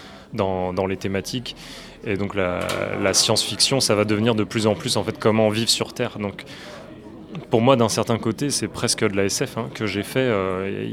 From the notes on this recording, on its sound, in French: Micro-trottoir au Festival Quai des Bulles édition 2022.